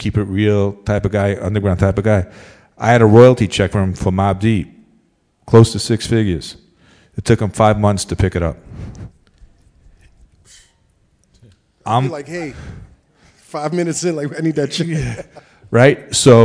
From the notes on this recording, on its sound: At A3C. A special Live recording at the A3C Festival.